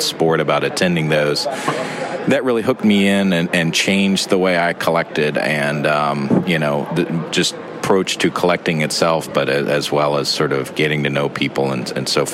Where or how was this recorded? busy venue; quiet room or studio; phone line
busy venue